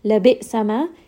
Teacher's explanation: hamza is going to have jahr, meaning that the sound abruptly stops when it comes out of the throat.